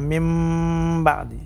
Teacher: Ini namanya iqlab. Iqlab berubah suara kita jadi mim